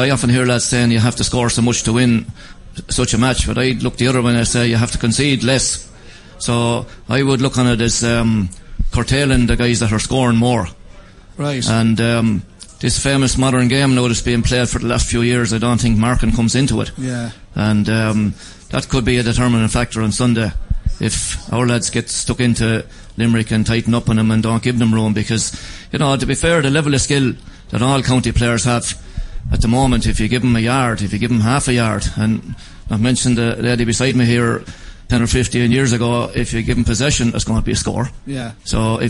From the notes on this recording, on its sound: As broadcast live from Matt The Millers.